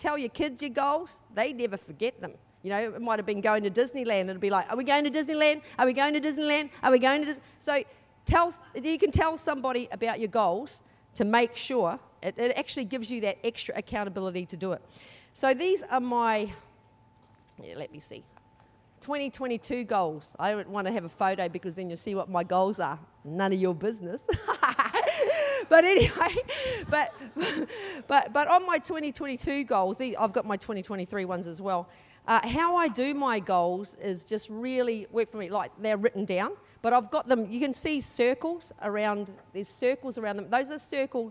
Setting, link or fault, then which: setting, large echoing room